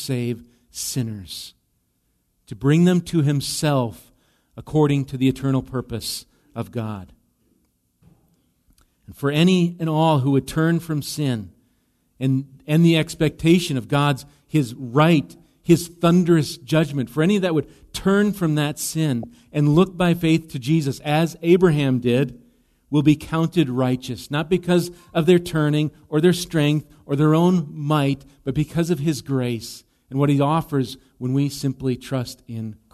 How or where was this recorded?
large echoing room